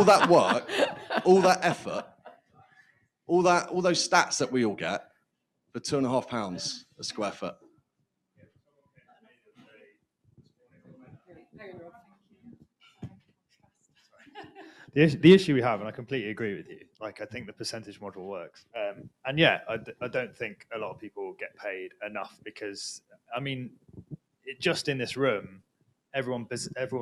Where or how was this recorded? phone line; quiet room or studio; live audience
live audience